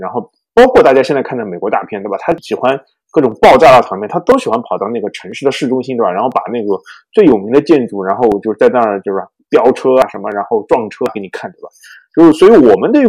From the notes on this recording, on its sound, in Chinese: 因某种“不可抗力”下录音设备问题，导致本期节目音质略有瑕疵，望见谅。